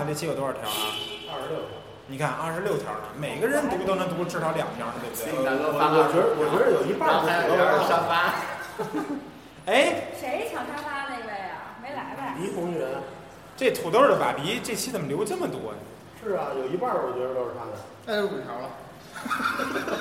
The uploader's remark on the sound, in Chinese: 周年聚餐的茶余饭后。本期节目音质渣渣，不时伴有汽车和女人闲聊等噪音。